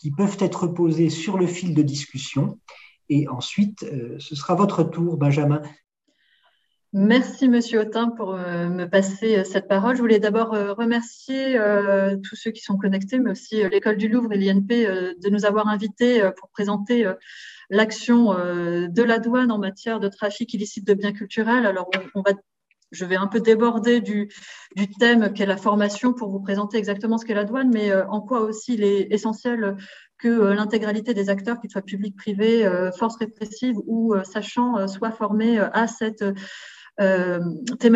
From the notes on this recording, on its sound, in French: Séminaire de recherche enregistré sur Zoom.